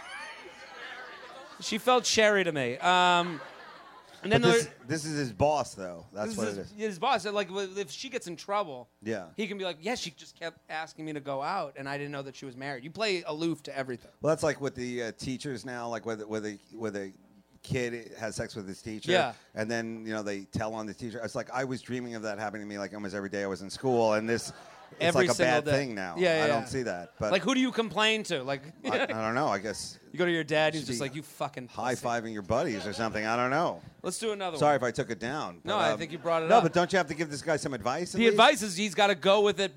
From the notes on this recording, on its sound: LIVE From The Village Underground.